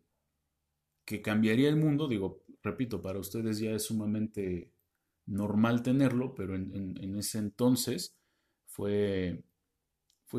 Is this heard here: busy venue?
no